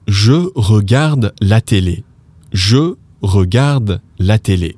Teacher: the sound R in French, which a lot of people have trouble with, it's a sound in the back of the throat.